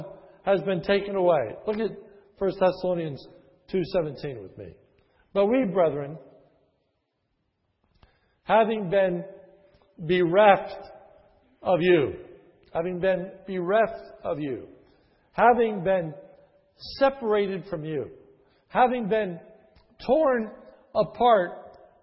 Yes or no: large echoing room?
yes